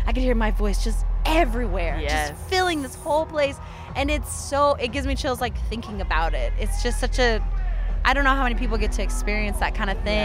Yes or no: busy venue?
yes